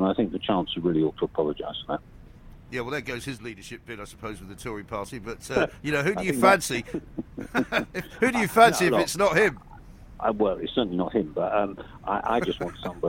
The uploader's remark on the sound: Live from College Green